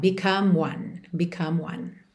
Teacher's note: Eu já junto o M do become no one.